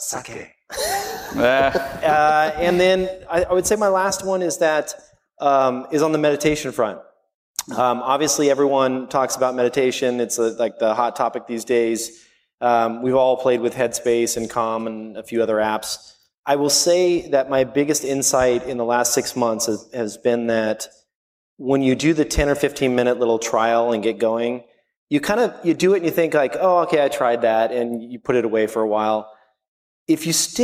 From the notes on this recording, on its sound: My first live podcast in New York City was recorded at the 92nd Street Y to a sold-out crowd of about 900 people. This episode comes from The Random Show segment of the evening.